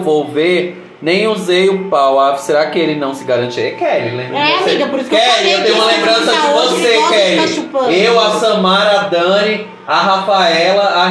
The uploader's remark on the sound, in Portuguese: Episódio gravado ao vivo!